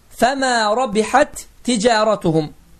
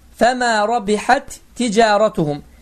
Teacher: iki eyni hərfin birinci hərfi oxunmur, ikinci hərf isə şəddənir. Yəni həmin eyni hərfdən olan ikinci hərf isə qoşalaşır. · Term: idğam misleyin